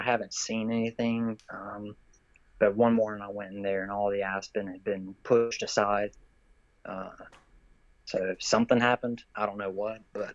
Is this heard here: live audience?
no